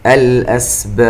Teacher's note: الباء عندما نقف عليها تسكن وتقلقل